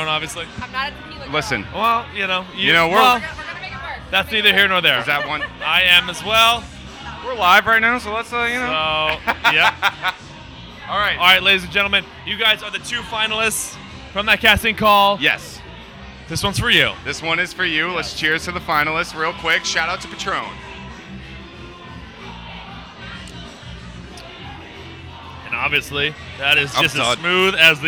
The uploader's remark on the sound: Live From The Greatest Bar